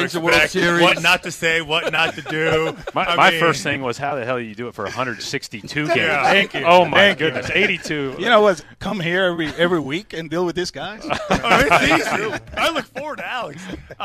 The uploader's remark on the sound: As part of the WEEI/NESN Jimmy Fund Radio Telethon. Live at Fenway Park.